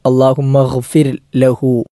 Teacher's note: ഒന്നാമത്തേത് അല്ലാഹുമ്മ ഗ്ഫിർ, അവിടെ ഗൈനാണ്, പുള്ളിയുള്ള ഗൈനാണ്. തൊണ്ടയുടെ ഏറ്റവും മുകൾ ഭാഗത്തുനിന്നും പുറപ്പെടേണ്ട അക്ഷരമാണ് ഗൈൻ എന്ന അക്ഷരം. ഗൈനിന് സുക്കൂനാണ്.